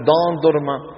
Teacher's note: دان درما بدال مفخمة وليست ضاد، لأن الاتكاء عندهم يكون على ماذا؟ على مقدم اللسان وعلى طرفه الأمامي